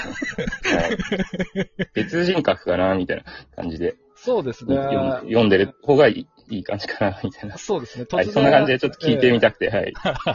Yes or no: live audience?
no